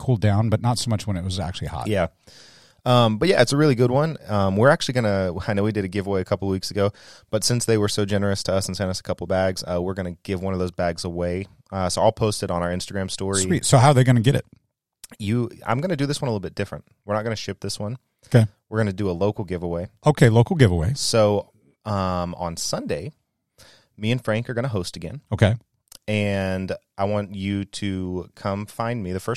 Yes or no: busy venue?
no